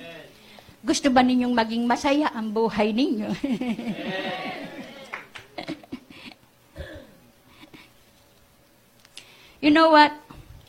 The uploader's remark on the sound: This message is recorded live February 9 2020, 9:00am.